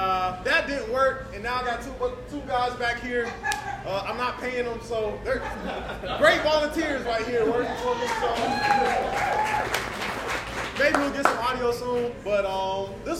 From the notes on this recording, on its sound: Hosted a live show after the Spring Game. They set up a laptop so those who couldn't make it could be part of the special night!